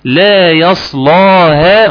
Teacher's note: أنا فخمت اللام وده خطأ